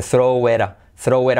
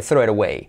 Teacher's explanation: la T se convierte en una R suave